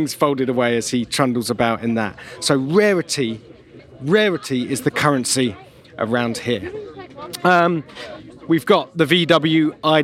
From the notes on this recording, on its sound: Live From The Pebble Beach Concours! Well, live-ish.